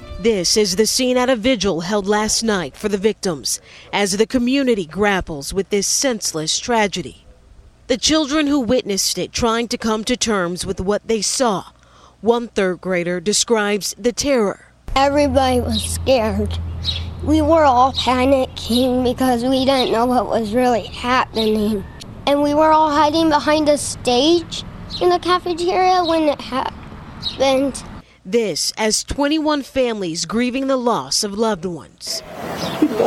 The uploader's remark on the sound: Live from the World Economic Forum